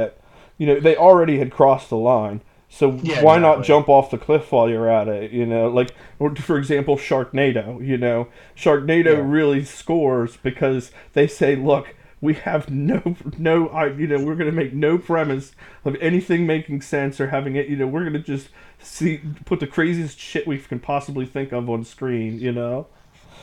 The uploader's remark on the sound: NOTE: Audio on this one is not the best. We were still trying to figure some things out... Still listenable for sure, just a little rough sounding.